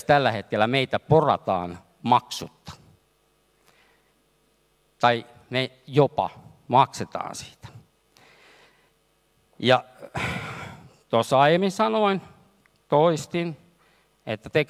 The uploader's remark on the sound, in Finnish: lavalla Work goes happy Helsinki -tapahtumassa Helsingin Oopperatalolla